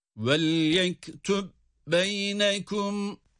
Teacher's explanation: Ama kendisinden sonra yine ba harfi geldiği için burada وليكتب şeklinde ayrı okursak kalkale yapmamız gerekmesine rağmen birlikte okuduğumuz takdirde kalkale düşer. Yani idgam kalkaleye mani olduğu için kalkale yapmayız